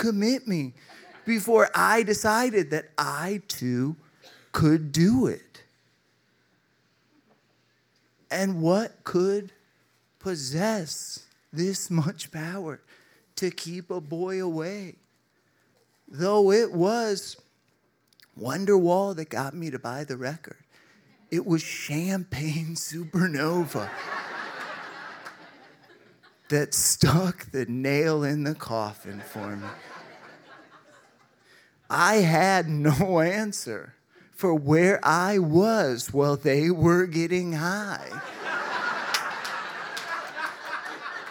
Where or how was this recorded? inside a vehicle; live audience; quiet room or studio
live audience